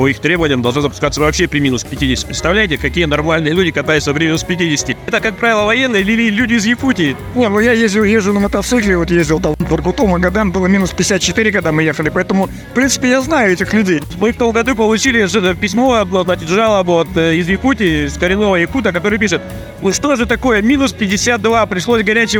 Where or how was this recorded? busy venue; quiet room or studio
busy venue